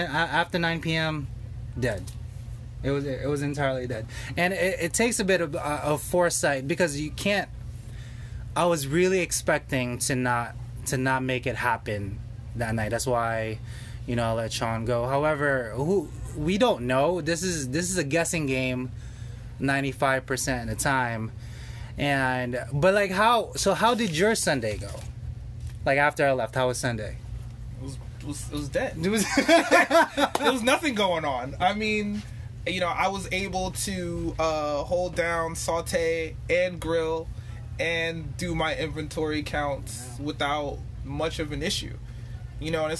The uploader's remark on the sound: Monday Funday Ep 1 live in the restaurant.